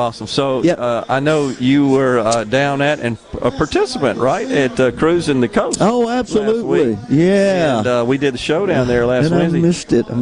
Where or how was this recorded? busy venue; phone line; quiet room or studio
busy venue